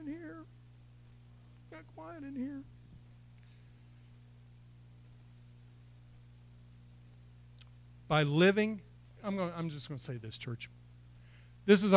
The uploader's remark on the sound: It was recorded April 11, 2021 at Open Bible Church in Lawrenceburg, KY.